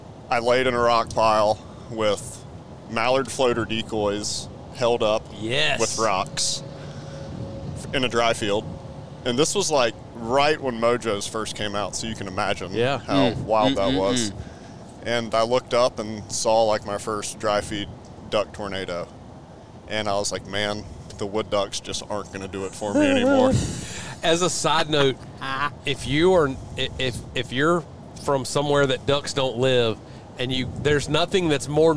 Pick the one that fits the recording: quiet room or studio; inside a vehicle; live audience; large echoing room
inside a vehicle